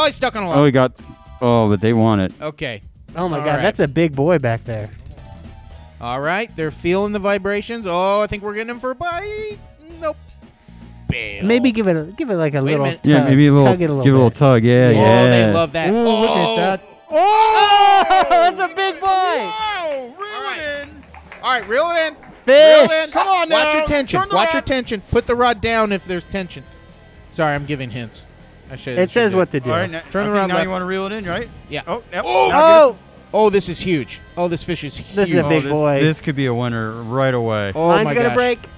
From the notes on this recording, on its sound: BugCon 2021 Sega Bass Fishing Fish Off! Live recording. Audience members battle it out in the first annual Sega Bass Fishing Fish Off.